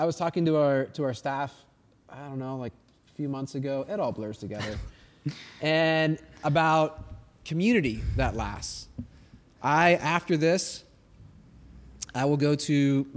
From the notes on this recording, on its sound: This is part 2 of our live recording at Crossroads College Night!